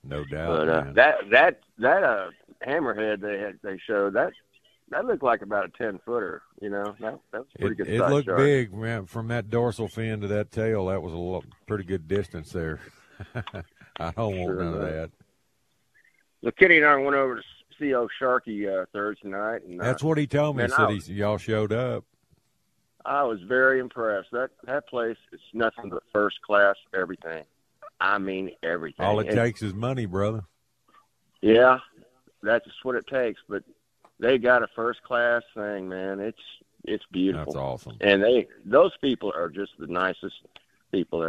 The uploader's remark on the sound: From Port Isabelle and open phone lines.